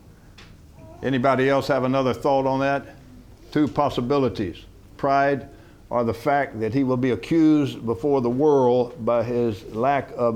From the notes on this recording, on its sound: From the HeartCry Asia Conference 2023